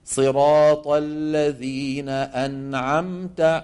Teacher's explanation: تكون الغنة ناقصة في الساكنة المظهرة نون وميم